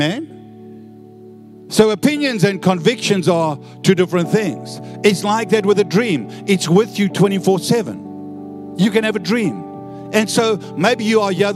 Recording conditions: large echoing room